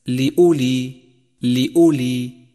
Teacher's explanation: تأمل الواو الرمادية في كلمة لأولي لأولي، فإنها لا تلفظ